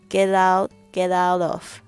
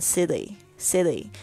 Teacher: t 通常夹在两个元音之间呢，它会浊化变成 t 跟 d 之间的声音。Get out, get outof。Get out of 那个 T，它也不是像 D 的声音，也不像 T 那样那么脆的声音。Get out of, get